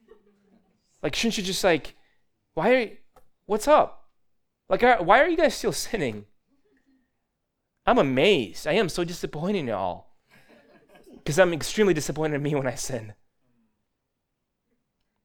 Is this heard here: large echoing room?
yes